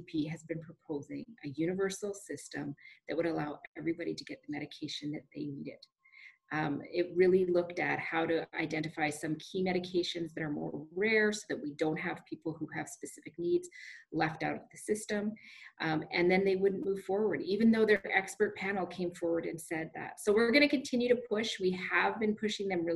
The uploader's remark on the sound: ZOOM townhall meeting /Cortes Radio broadcast with our MP.